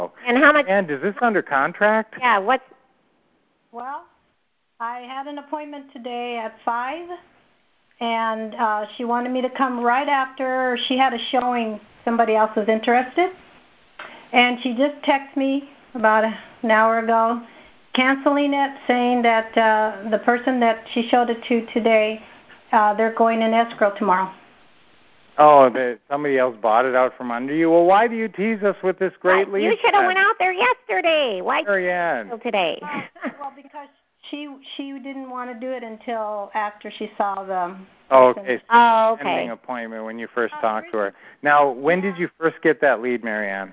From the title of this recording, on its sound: Q&A Call